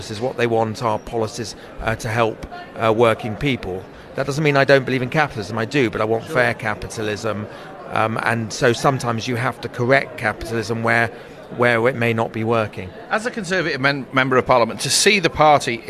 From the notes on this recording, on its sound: Is at the party’s conference in Birmingham.